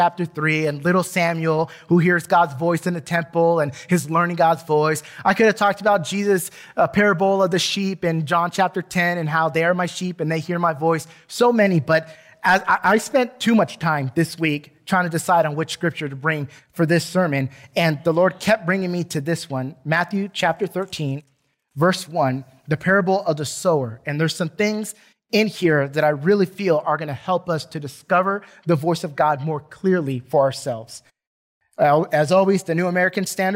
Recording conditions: large echoing room